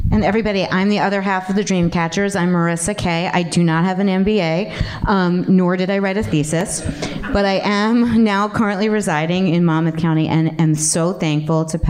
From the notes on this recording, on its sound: An "after hours" LIVE panel of executives from the Spirits and CBD industry for the monthly speaker series "HOW IT WORKS". LIVE PODCAST (recorded 2.26.20) at the magical #metroburb, Bell Works of Holdmel, NJ.